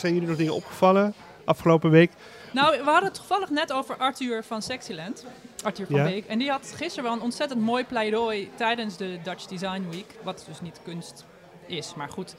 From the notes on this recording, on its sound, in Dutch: Opgenomen in kunstenaarssociëteit Arti et Amicitae